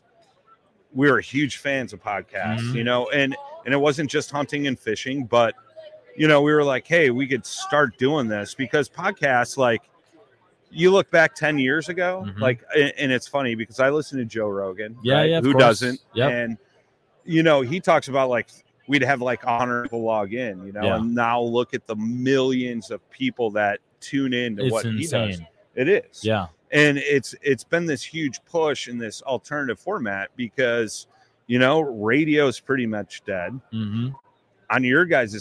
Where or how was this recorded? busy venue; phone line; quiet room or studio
busy venue